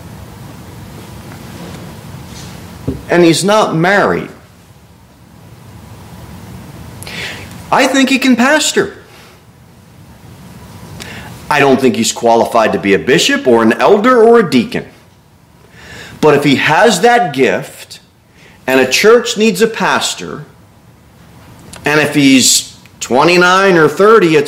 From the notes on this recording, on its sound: Sermon delivered at Pilgrim Baptist Church.